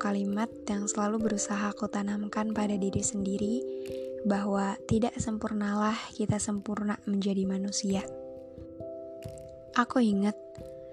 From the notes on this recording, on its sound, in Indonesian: maaf agak berisikkk rumah lagi rame